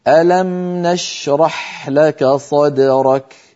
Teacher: زمن الشين زمن الحاء أطول من زمن الميم. لك صدرك، صدرك الدال أد الكاف أك أك، هذان الحرفان متساويان من حيث الزمن لأنهما شديدان وزمنهما أقصر من زمن الميم وزمن الميم في ألم أقصر من زمن الشين والحاء في كلمة نشرح.